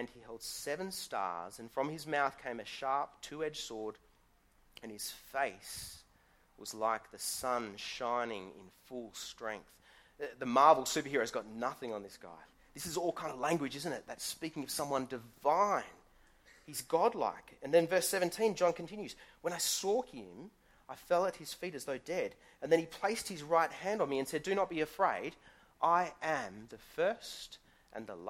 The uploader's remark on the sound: Sermon recorded live from Morley Baptist Church.